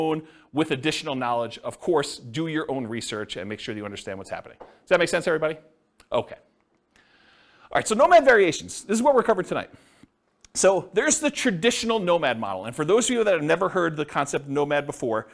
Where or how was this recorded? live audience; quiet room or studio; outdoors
live audience